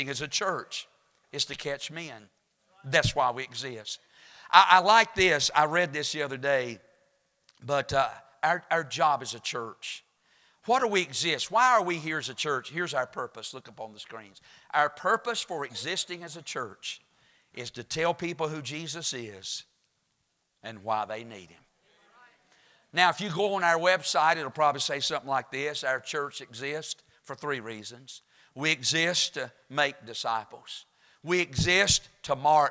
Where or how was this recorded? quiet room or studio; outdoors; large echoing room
large echoing room